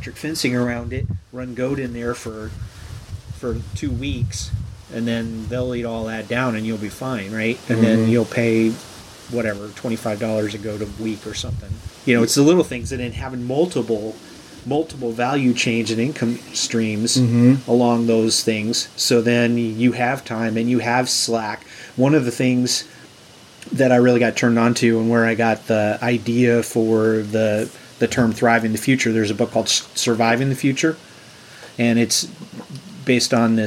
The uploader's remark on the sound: there is some wind noise in this episode